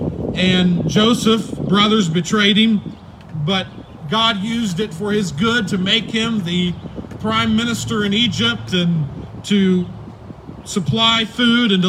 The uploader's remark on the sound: At the Tarrant Bible Methodist Church drive-in service.